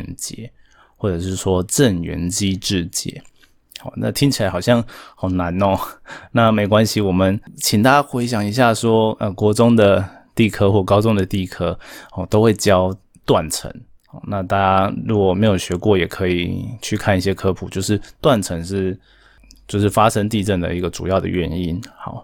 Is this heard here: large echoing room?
no